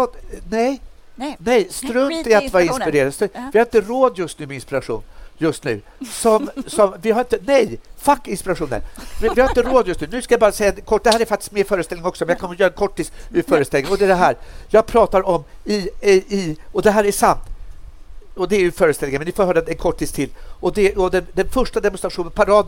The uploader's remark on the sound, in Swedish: LIVE från Stockholms Kulturfestival